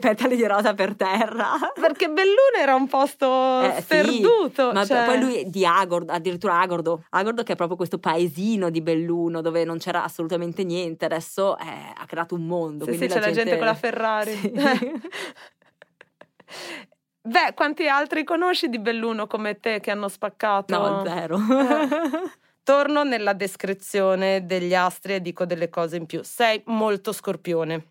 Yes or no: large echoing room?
no